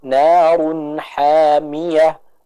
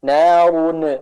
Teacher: Maka dua hal yang kita perhatikan ketika membaca huruf ro ini, yaitu yang pertama kita tebalkan ro-nya, yang kedua kita jelaskan tanwinnya · Shown in: first take · Contoh, narun hamiyah, bukan narun, nah, bukan narun ha. · Term: hukum izhar